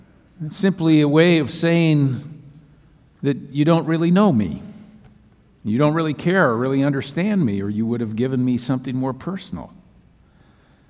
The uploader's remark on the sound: Message delivered during the 8PM Christmas Eve Service